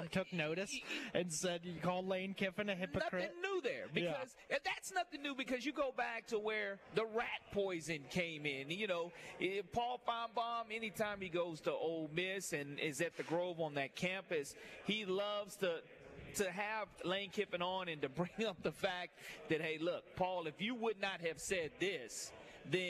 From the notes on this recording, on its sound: Live at SEC Media Days. The Nashville SEC Media Day Four!